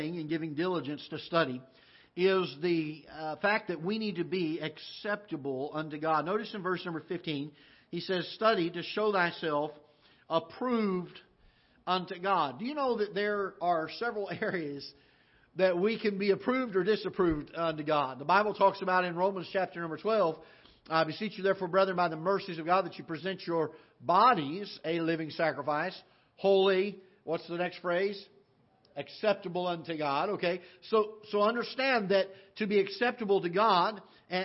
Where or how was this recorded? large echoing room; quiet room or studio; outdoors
large echoing room